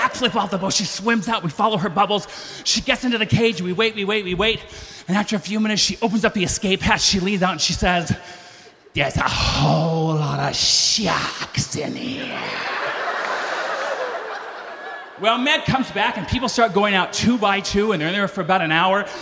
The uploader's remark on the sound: lights up Snap LIVE in LA